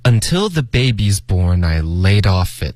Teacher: 最重要的是 till 结尾的 L 的音，大家一定要顶舌尖，不要动嘴唇，别发成 tu